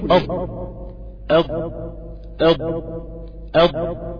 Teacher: دي اسمها الاستطالة، استطالة اللي هي تحرك اللسان داخل المخرج نفسه · بتلزق في منطقة الأضراس الداخلية دي بيخرج منها حرف الضاد، هي بتلزق عند منطقة وبتتحرك تطلع لقدام